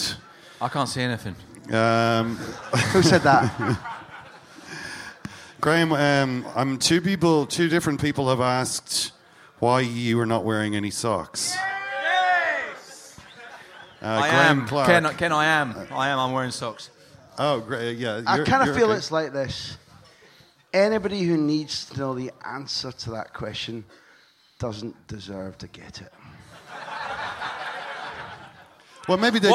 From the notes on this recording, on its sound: La Liga Live At The Sugar Club, Dublin. On the night, we opened up the floor to questions tweeted to us from members of the audience. This was organised by Con Artist promotions, who have put on some truly fantastic live football talks across Ireland.